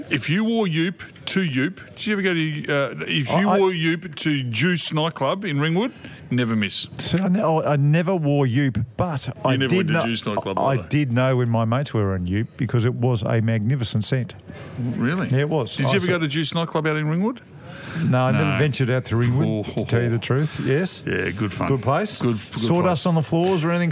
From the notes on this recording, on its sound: Live from the Railway Hotel today. The Railway Hotel is near a railway line.